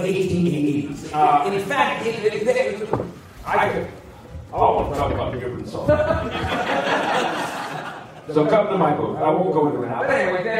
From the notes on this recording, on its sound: Panel audio from Des Moines Con 2023.